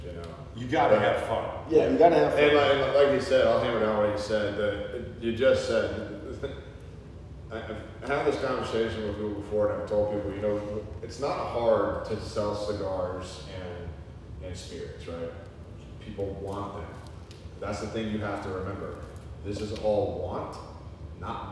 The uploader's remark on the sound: Please mind the open air echo